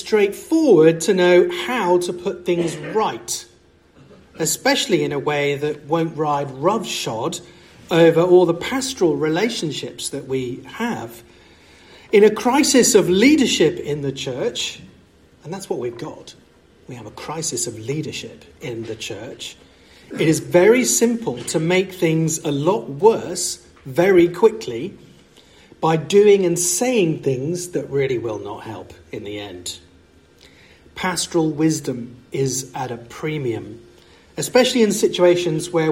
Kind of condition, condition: setting, large echoing room